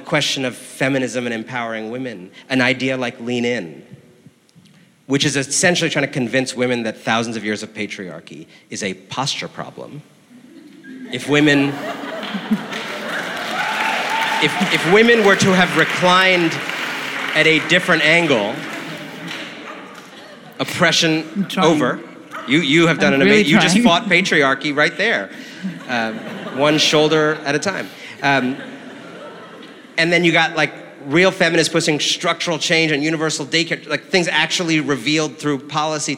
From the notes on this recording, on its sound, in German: Live beim House of Beautiful Business in Lissabon, Portugal.